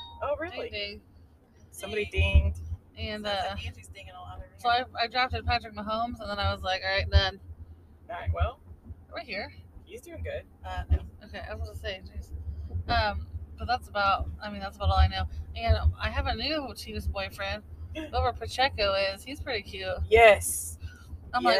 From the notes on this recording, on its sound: as we record on the way to Maple Leaf Festival!